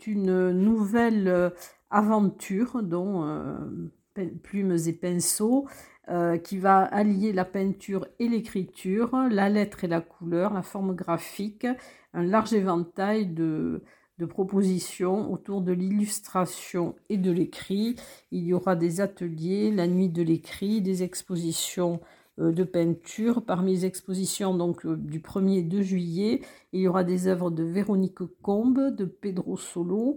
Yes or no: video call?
no